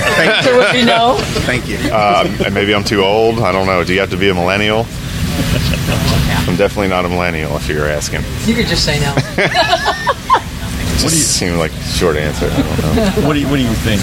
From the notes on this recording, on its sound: On location at Richmond Raceway. Interviews From Richmond Raceway.